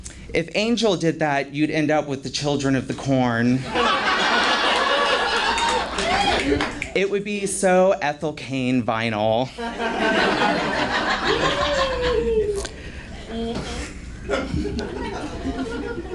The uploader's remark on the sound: Live audio from Roast in Peace. (LIVE AUDIO).